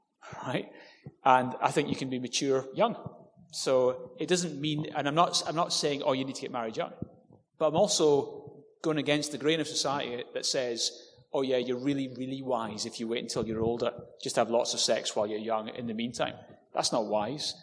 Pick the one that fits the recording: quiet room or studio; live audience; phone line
live audience